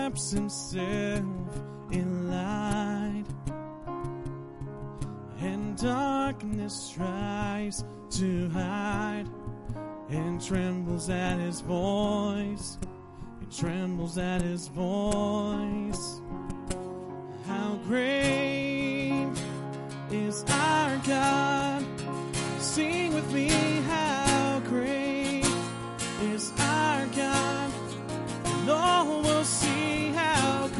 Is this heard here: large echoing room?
yes